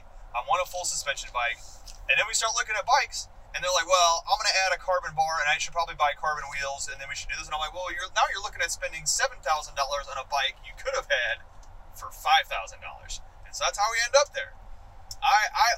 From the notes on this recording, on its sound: This is a random podcast we recorded on the drive to Shepherd Mtn.